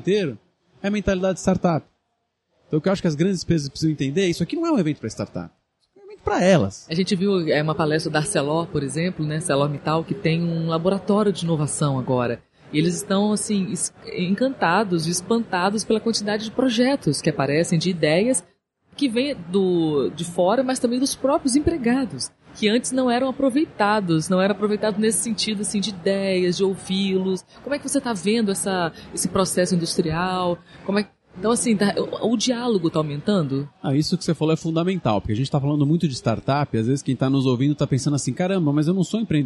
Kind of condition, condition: setting, busy venue